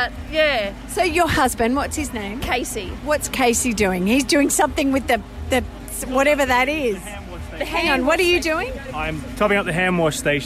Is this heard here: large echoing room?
no